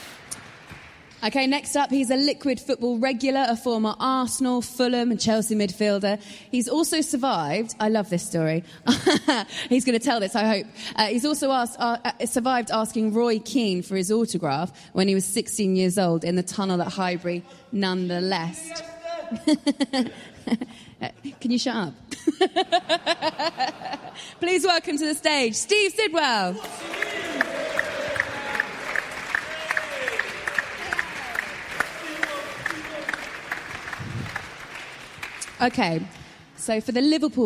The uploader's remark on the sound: The live show in Liverpool. Live on Merseyside in front of an audience.